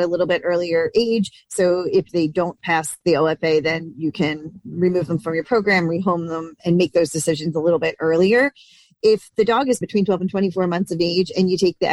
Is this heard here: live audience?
no